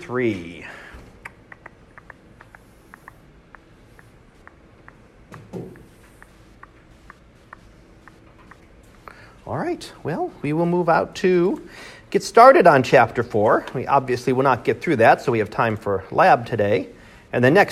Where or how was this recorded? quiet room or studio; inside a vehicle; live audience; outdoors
live audience